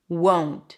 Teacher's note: In the O as in go, there is a W at the end, O, right? If you don't add in that W, won't, with or without the T, it's going to sound like want.